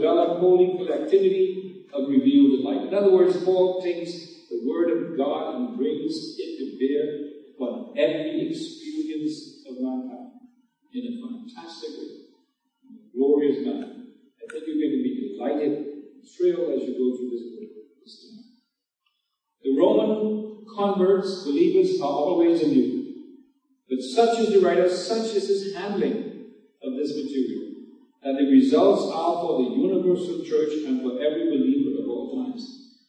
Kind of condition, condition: fault, poor sound quality